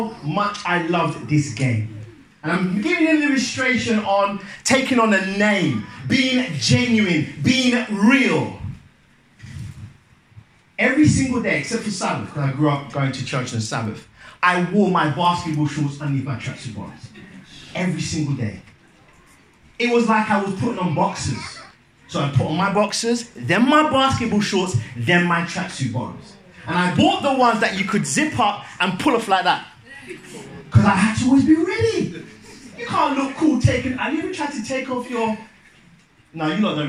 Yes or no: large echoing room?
yes